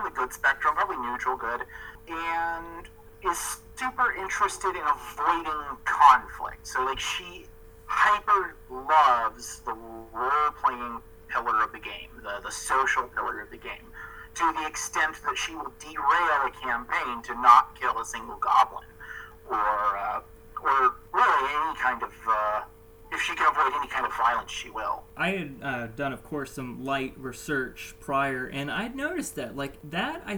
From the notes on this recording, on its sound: Sorry about the rough audio